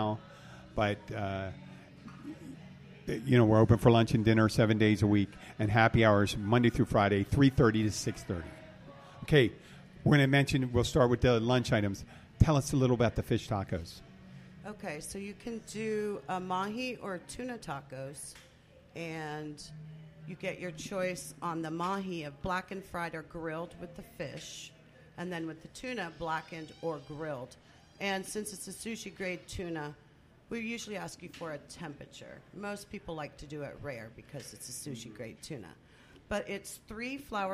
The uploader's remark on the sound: The Catch Restaurant-Keys Bartender. Our first show on location in 15 months, from the Catch in Key Largo. Two regulars of the Catch join.